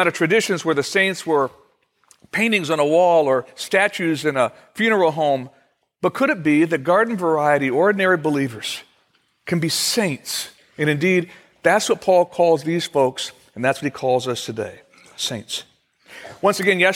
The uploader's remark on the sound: Originally recorded on March 6, 2016, at Fellowship Missionary Church, Fort Wayne, IN.